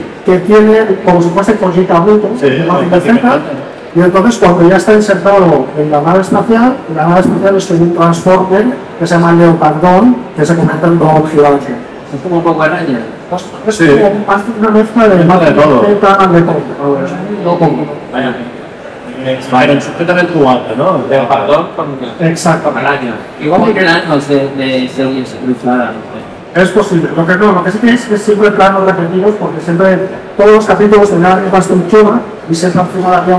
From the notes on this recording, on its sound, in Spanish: Desde el Comic Barcelona. Va y no se graba el audio de la tabla de mezclas. Así que os presentamos este video justito de calidad pero suficiente para que veais la que hemos liado en el Comic BCN 2023. Aunque el audio no sea el mejor.